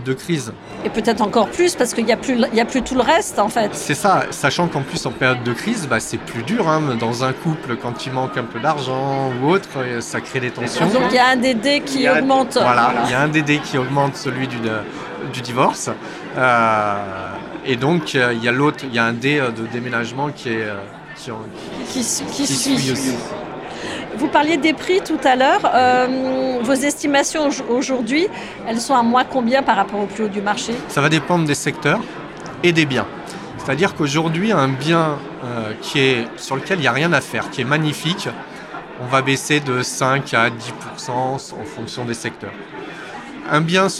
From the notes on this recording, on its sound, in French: Ce podcast a été enregistré à Immo, le congrès de la FNAIM, les 4 et 5 décembre 2023 à Paris. Ce podcast a été enregistré à Immo, le congrès de la FNAIM, les 4 et 5 décembre 2023 à Paris.